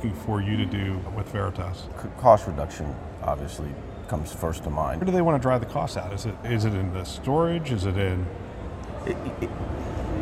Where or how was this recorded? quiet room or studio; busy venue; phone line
busy venue